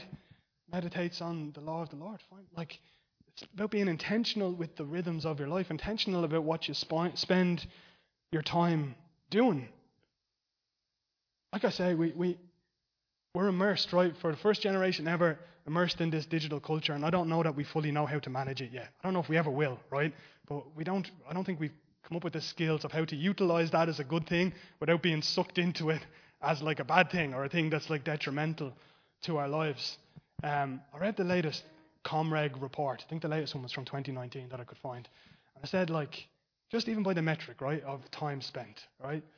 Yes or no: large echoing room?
yes